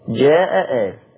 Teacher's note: اول حاجة نسهل الهمزة الثانية جاء آل، يبقى هيسهل الهمزة الثانية، يبقى جاء آل الهمزة الثانية هتسهل، وقال اصلا فيها بدل قال زي امنوا، يبقى هسهل يا مع القصر يا مع التوسط يا مع الاشباع.